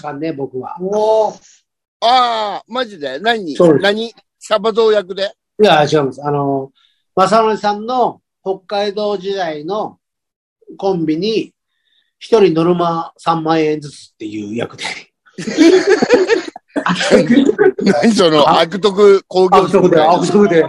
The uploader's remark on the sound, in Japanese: ZOOMで収録。